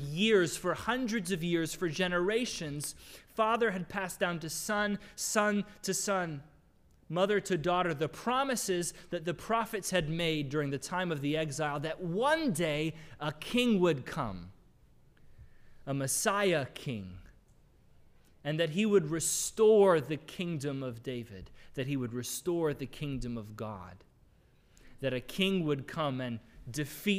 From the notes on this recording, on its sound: Sermon audio from the LBC worship service on Sunday, April 10, 2022.